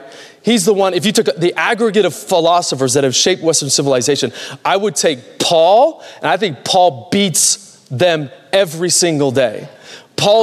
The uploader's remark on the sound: Recorded Live at Capital Church in Meridian, Idaho